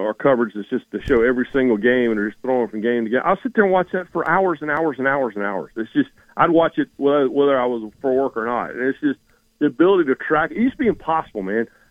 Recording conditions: phone line